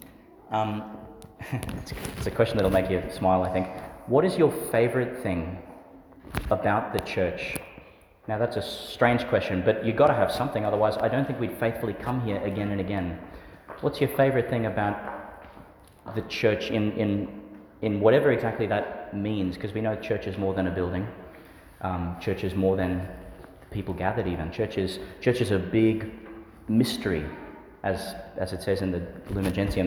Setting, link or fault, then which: setting, large echoing room